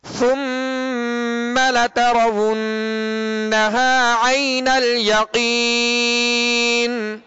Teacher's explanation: ناک میں آواز لے جا کر ایک الف کی مقدار میں ٹھہرانا. · Term: غنہ